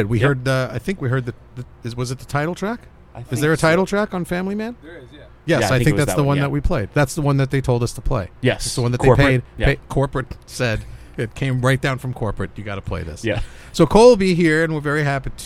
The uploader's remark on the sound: Taped this week's episode outside on the hottest day of the year. As the microphones melt and the laptop suffocates.